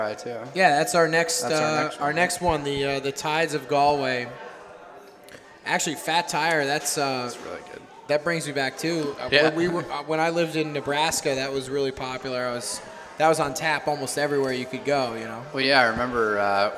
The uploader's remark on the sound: Live at Frothy Beard Brewing. Recording of the first live edition of the podcast. At Frothy Beard Brewing in Charleston.